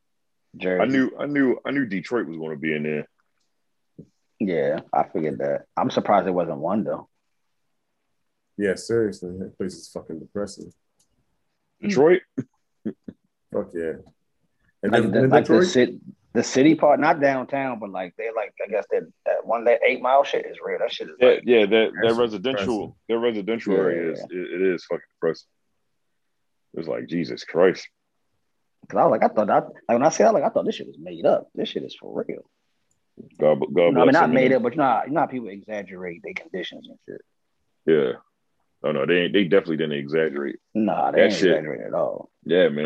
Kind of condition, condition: link, video call